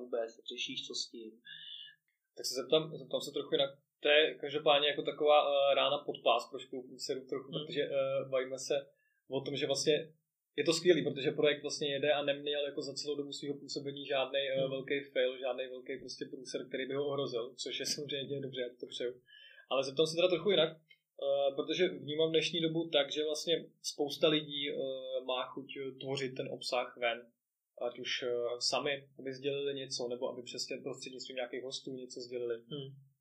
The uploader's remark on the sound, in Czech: Doufám, že to z něj bude cítit i přes menší komplikace se zvukem.